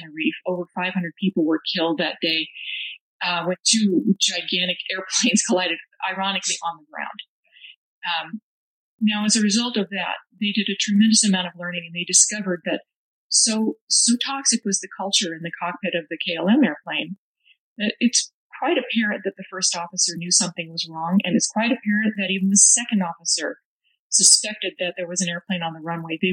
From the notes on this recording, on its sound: Remastered Oct 2022 - the audio quality isn't great.